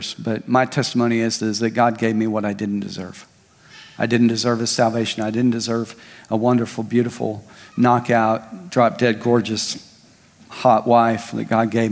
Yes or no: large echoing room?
yes